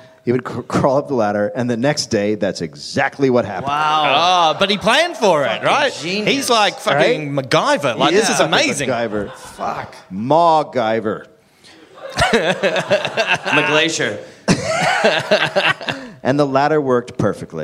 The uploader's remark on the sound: Live in Australia. Live from Mebourne, Australia.